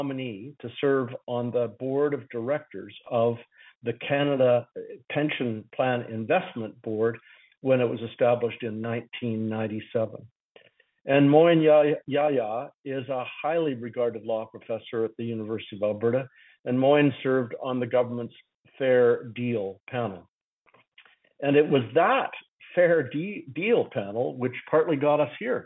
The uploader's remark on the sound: Northern Alberta Telephone Townhall.